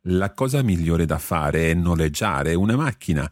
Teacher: The fare and è run together.